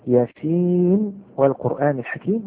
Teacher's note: فالطبيعي أن النون تدغم في الواو، هنا لا تدغم، لا تدغم، هنا حكمها الإظهار. ياسين والقرآن الحكيم، هنا الإظهار، لا أقول ياسين والقرآن.